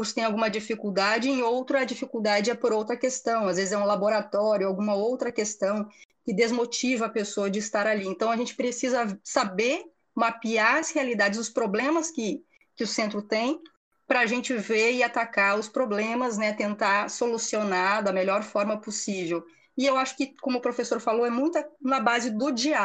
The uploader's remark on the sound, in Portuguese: Gravado via Dircord